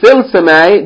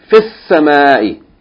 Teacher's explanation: And also, we don't say fil samai, the lam is not pronounced · Shown in: second take